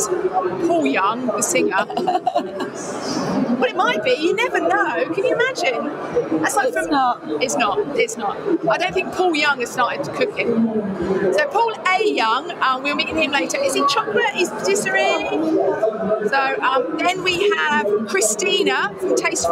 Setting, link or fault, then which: setting, busy venue